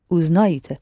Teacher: It's a short E, the same letter, but it's so short, it sounds Y, hardly heard.